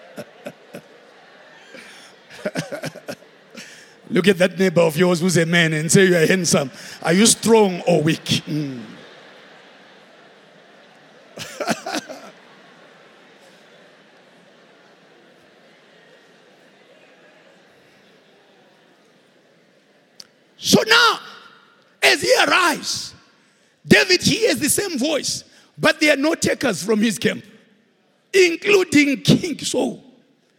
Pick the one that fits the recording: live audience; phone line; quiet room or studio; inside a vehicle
live audience